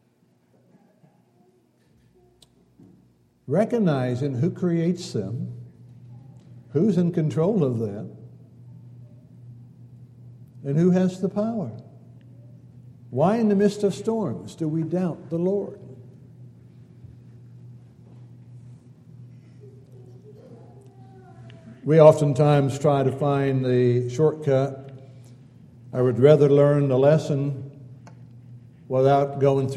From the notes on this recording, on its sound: Downtown Church Of Christ Audio Sermon